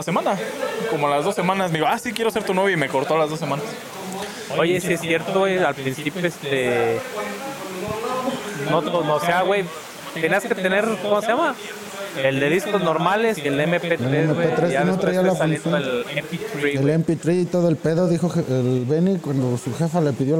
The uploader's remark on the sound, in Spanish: En Vivo desde Jabaly Drink